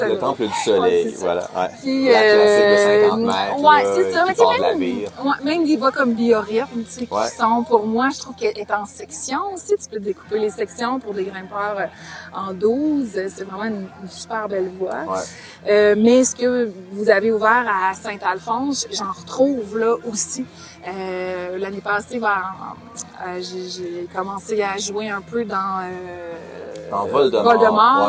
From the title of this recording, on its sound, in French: live de Ten Sleep Brewery